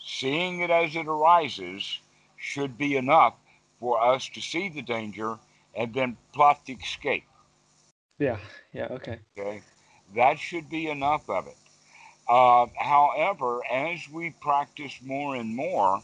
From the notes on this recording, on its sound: Skype calls.